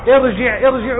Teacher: كلها ستبتدئ بالتفخيم لأن كسرة همزة الوصل كسرة غير أصلية يسمونها كسرة عارضة